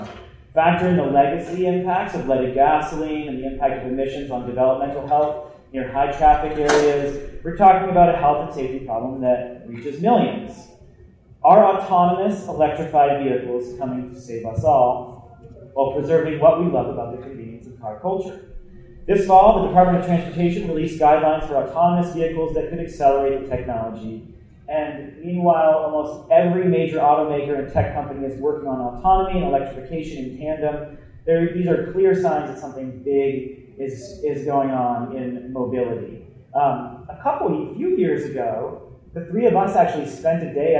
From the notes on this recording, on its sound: Live From SXSW Eco. We're really sorry for the audio quality. There were some technical difficulties, and we did our best to clean up what we had.